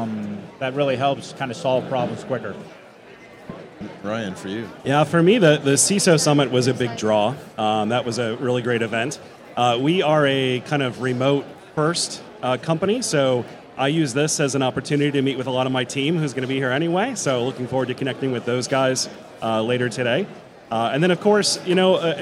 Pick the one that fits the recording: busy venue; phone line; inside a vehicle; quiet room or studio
busy venue